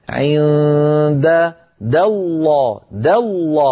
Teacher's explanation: عند الله، د الله هنا دال مرققة جاورت لام لفظ الجلالة المفخم، فلا نقول عند الله، فهذا يسميه العلماء يا أختي تخليص المرقق من المفخم، عند د الله، د الله، فننتقل من دال مرققة إلى لام مفخمة